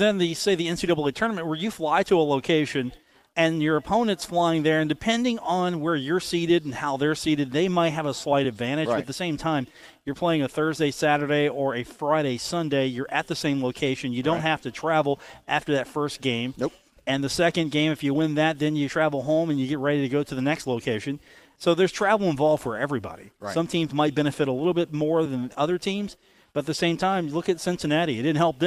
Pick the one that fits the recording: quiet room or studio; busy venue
busy venue